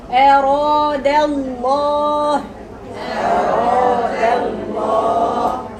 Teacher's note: رققي الدال وفخمي اللام اراد ورققي الهمزه اللي في الاول